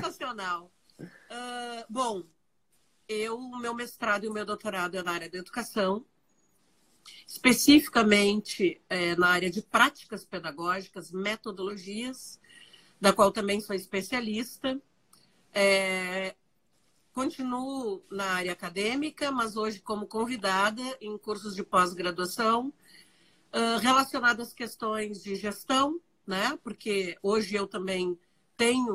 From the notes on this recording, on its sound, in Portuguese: em uma live no instagram